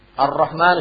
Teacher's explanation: Jadi kalau muncul matahari, maka bintangnya tidak nampak. Ya, lamnya tidak nampak di situ. Jadi harus diadomkan pada huruf asyamsi di situ.